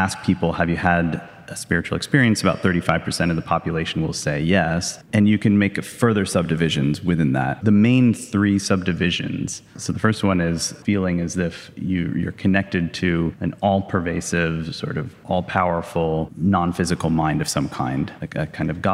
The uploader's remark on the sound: (LIVE from DC). In front of a live audience in Washington DC.